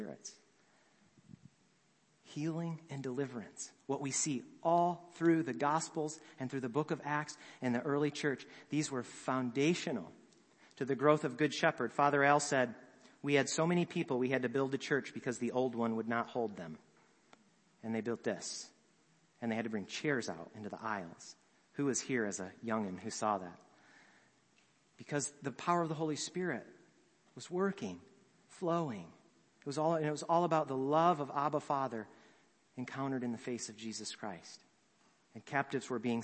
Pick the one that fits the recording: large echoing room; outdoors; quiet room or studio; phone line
large echoing room